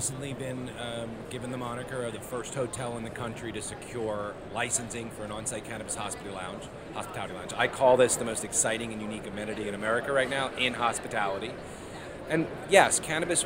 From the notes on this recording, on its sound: Quick note, this interview was recorded on the floor of the sprawling and super impressive Las Vegas Convention Center during MJBizCon 2022, so some parts may sound slightly scratchy.